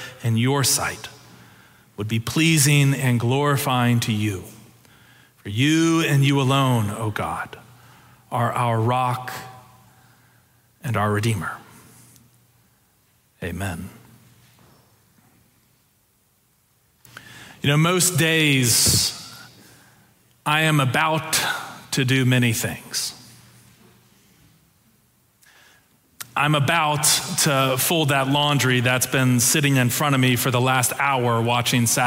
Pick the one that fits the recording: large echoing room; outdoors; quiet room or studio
large echoing room